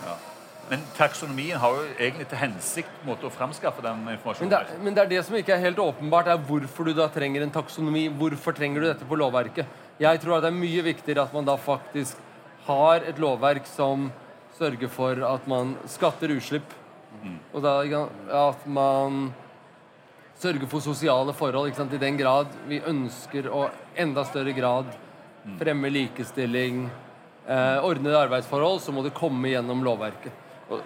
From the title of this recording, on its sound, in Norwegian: LIVE på ONS 2022